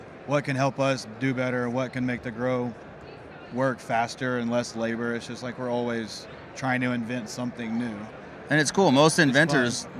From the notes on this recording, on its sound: recorded on site at MJBizCon 2022